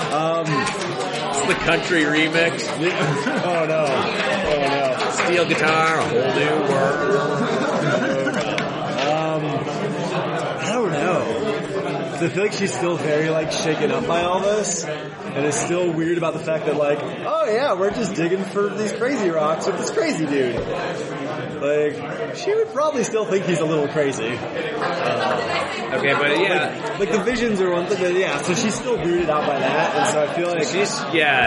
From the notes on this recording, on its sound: Please excuse the audio quality of this recording, it was a con game